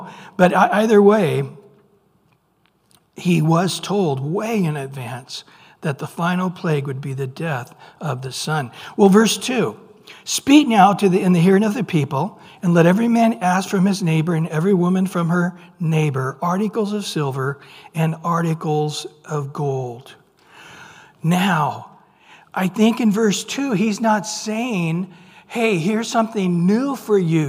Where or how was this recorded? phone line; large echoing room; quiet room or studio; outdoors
large echoing room